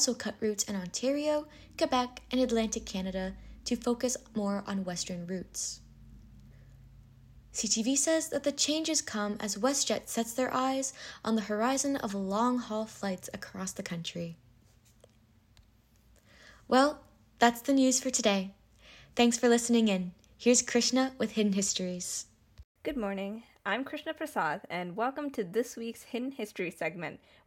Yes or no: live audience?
no